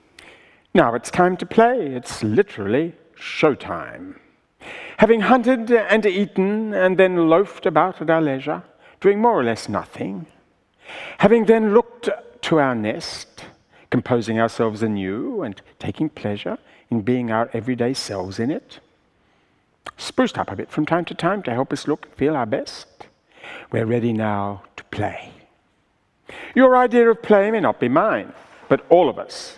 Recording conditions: live audience